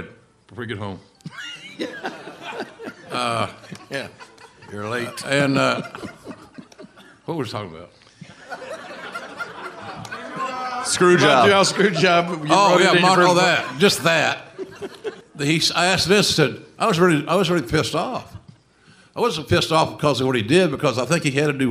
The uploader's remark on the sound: Live at Hilarities Cleveland.